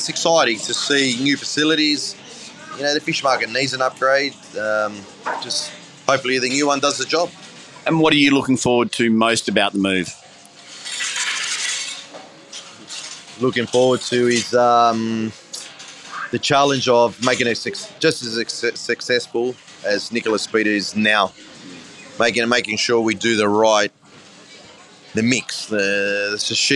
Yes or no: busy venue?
yes